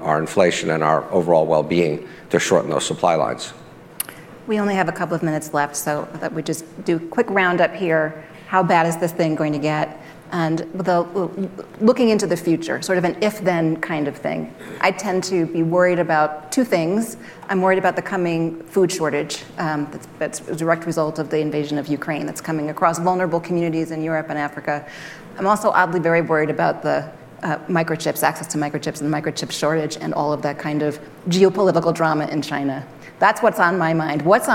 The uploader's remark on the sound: Moderated a panel of economic experts at the 2022 Aspen Ideas Festival.